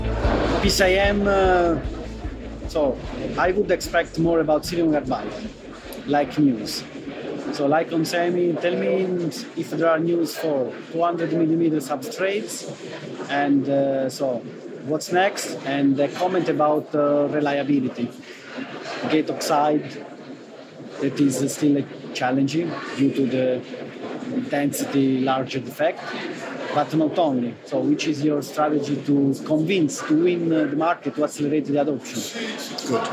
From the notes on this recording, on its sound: I would like to draw your attention to the atmosphere of PCIM and in these audios you will hear the voices.